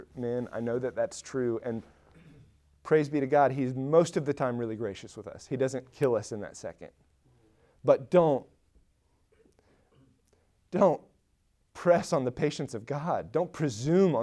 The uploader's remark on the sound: Recorded at Emmaus Church in Buford, GA on Wednesday, Oct 26, 2022.